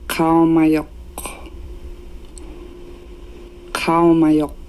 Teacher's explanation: with that glottal stop in the back of the throat for the Inuktitut name